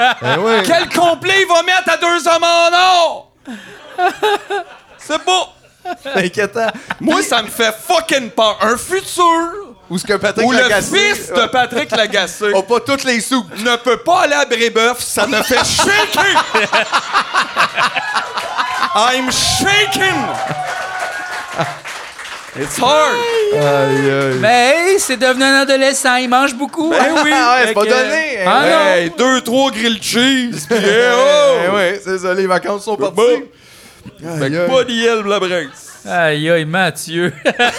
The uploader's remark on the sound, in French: Épisode enregistré le 22 février 2023 au chic Verre Bouteille à Montréal.